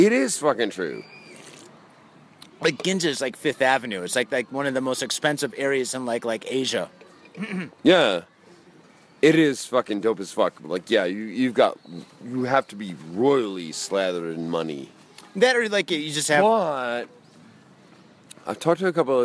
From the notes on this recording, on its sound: Studio, we don't need no stinkin' studio, we got the South Side Park to roll in! Grab a mic, 6pack and the park.